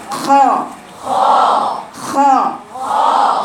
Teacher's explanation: الخاء فين في الحلق مش اقصى الحلق، لا ادنى الحلق